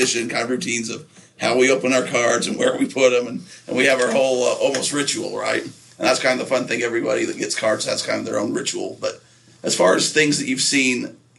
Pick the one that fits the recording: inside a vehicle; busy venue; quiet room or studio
busy venue